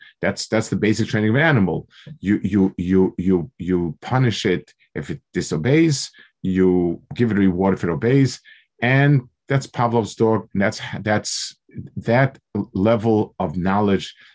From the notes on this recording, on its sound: Delivered over Zoom